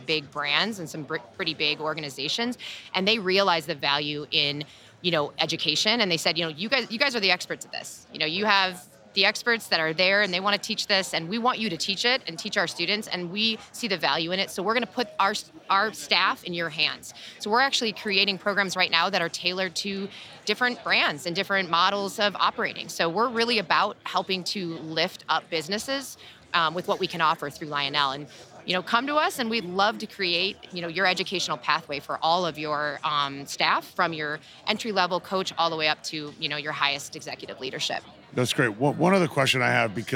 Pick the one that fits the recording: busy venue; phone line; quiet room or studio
busy venue